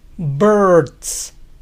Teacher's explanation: Para pronunciar birds, imaginen que no pronuncian ninguna vocal entre B y R